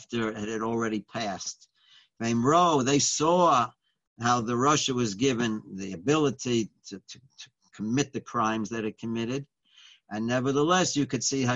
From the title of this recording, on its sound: Live On Zoom